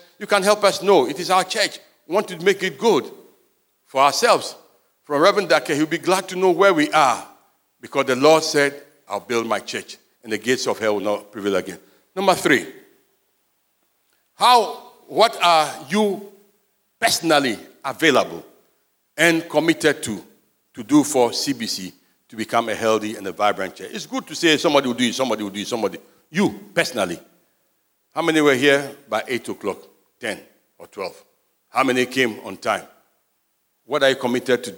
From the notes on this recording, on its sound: Sermon preached at CBC Shiashie Campus